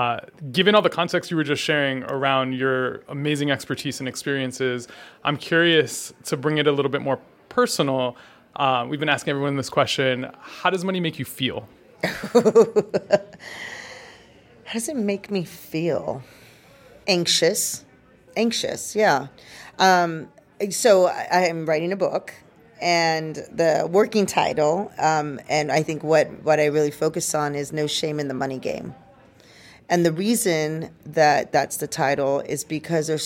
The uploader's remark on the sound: Season 2 of Rewriting The Playbook is coming to you live from CHROMA 22 in Philadelphia.